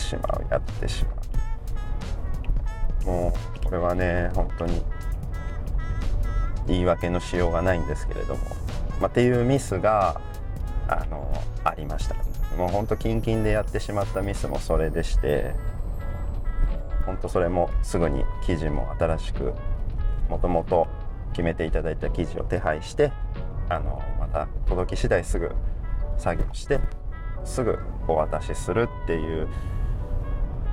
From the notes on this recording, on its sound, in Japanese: 今回は気分を変えて外で収録をしています。